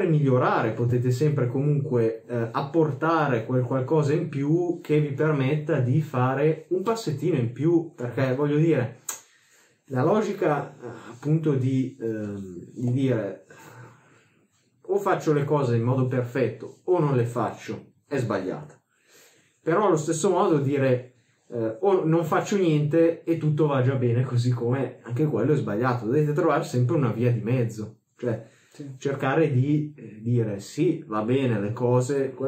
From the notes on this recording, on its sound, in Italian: Migliorare l'audio con niente meno che un bel microfono nuovo!! Ma purtroppo non ha avuto il risultato sperato... Pubblicarlo ugualmente usando l'audio di "riserva".